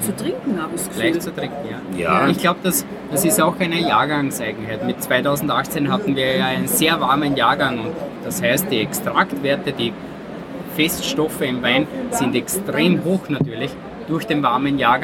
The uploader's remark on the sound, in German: hörst du heute live von der weltgrößten Weinmesse „ProWein“.